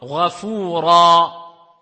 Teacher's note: Il s'agit de la longue voyelle qui remplace le tanwin, mais du cas direct indéfini avant une pause. · Term: madd al-iwad